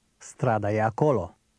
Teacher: In Romanian, the E has a different sound when it's followed by another vowel, something like the beginning of the word yesterday.